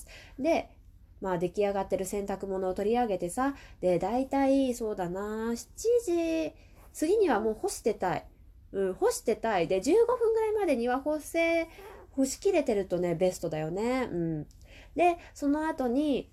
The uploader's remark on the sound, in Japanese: 子供の声が入っても気にせず収録していこう。